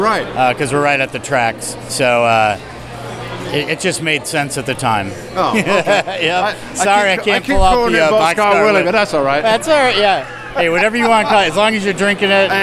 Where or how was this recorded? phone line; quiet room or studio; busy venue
busy venue